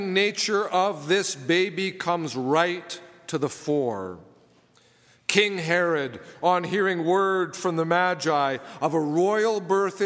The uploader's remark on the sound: preached at saint benedict's table on Christmas Eve 2015